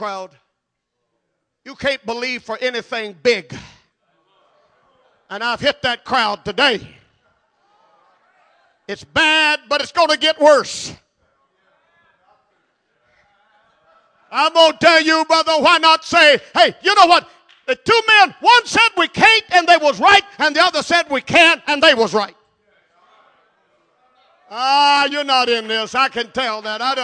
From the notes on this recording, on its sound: at Jeanerette Bible Conference, Calvary Pentecostal Church, Jeanerette, LA